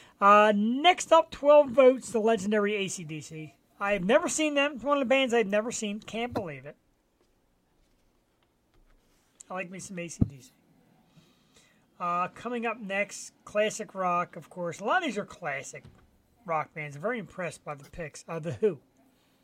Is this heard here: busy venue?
no